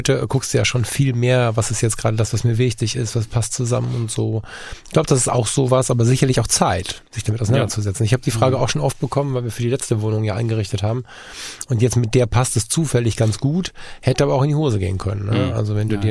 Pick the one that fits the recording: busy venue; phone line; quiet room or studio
quiet room or studio